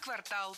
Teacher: Всегда в слове «квартал» ударяем второй слог.